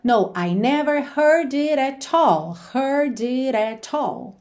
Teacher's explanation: Ou o meio do caminho, que é o que a gente tem na canção de novo, com aquela ideia de deixar mais ligadinho, mais dinâmico, aquilo que não precisa de ênfase, e marcar somente o at all, que é o nosso ponto de ênfase